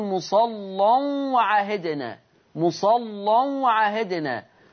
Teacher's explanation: وصلا اللي هيوصلها اللام مغلظة قولا واحدة، يعني يقول مصلا وعهدنا مصلا وعهدنا.